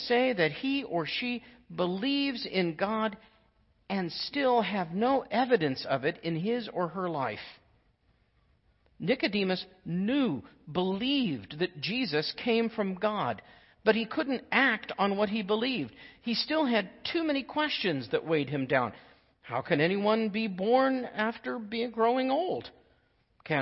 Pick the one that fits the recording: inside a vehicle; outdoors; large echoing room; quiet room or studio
large echoing room